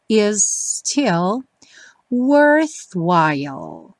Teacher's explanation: juntando os dois S, fica um S um pouquinho mais longo, mas não tem dois ataques